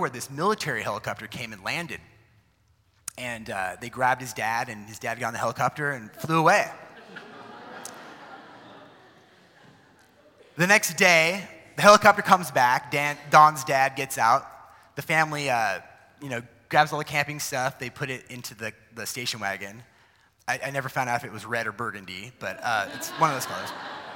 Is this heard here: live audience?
yes